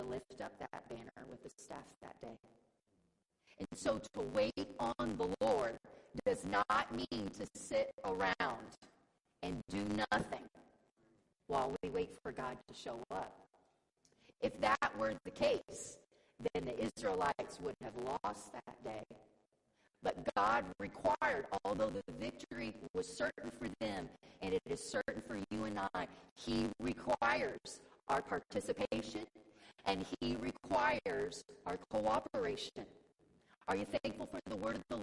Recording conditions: large echoing room